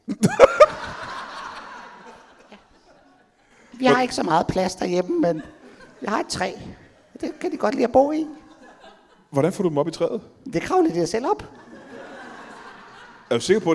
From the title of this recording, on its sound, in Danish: LIVE fra Kjellerup